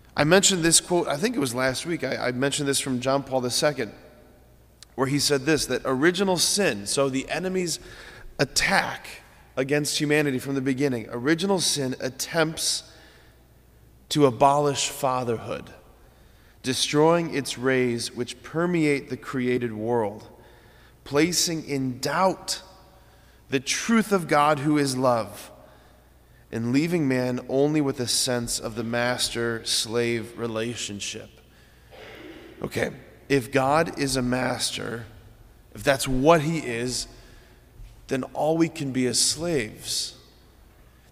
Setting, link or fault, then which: setting, large echoing room